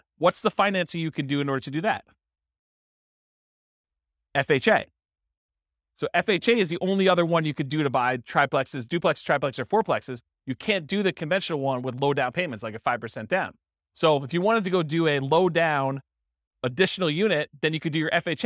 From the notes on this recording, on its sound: This was a live class recorded